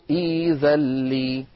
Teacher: يقول ذلي الهمزة ساكنة، عندما نبدأ بهذا الفعل يصير ذلي، فتصادمنا القاعدة التي أسلفت ذكرها فنبدل الهمزة الساكنة ياء